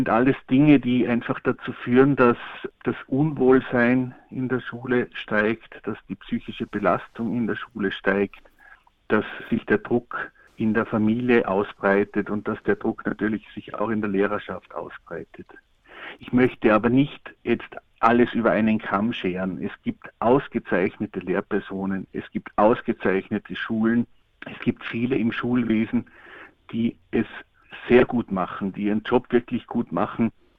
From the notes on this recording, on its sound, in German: Telefoninterview